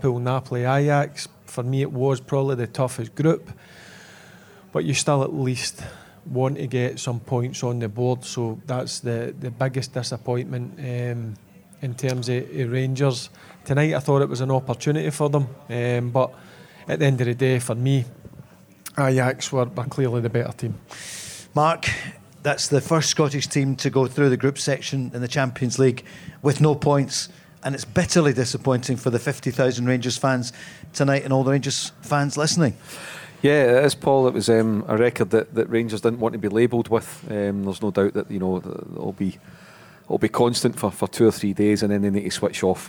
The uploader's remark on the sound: recorded at The Radisson Red Glasgow